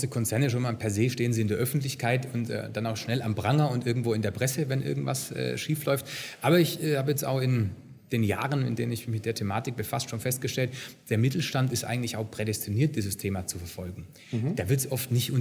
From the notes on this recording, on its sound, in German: Congress der Controller in München. Der Performance Manager Podcast war live vor Ort und hat auf der größten Controller-Fachtagung in Europa mit den Who‘s Who im Controlling geredet.